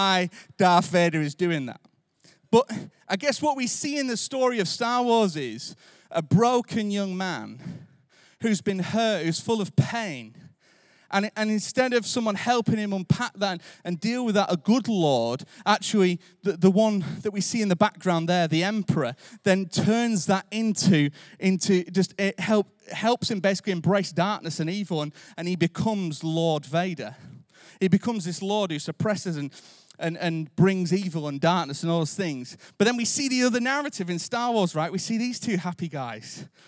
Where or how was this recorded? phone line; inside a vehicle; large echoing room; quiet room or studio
large echoing room